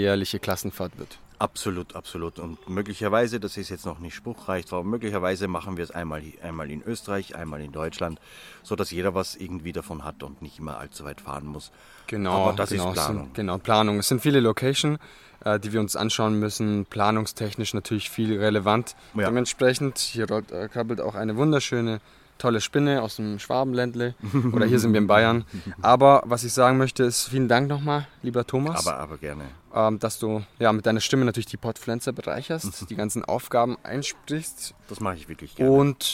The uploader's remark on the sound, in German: Podfluencer Festival 2023: Interviews, Award-Verleihung und Eindrücke live vor Ort! (Live-Interview in der Episode).